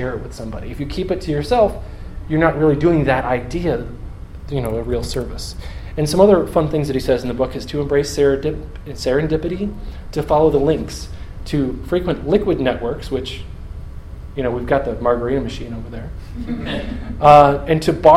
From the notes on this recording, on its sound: Audio from a talk I gave on January 16th, 2015